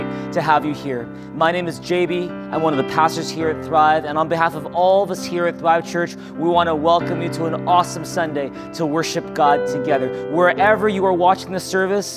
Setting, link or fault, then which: setting, large echoing room